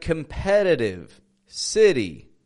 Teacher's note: We've got flap T's in words like competitive, city.